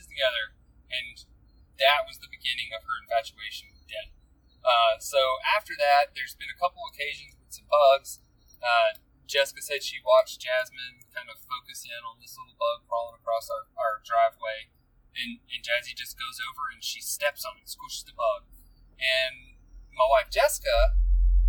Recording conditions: background noise